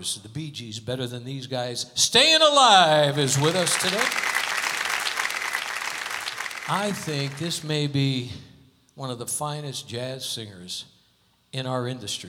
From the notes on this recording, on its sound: Live at the SouthPoint Casino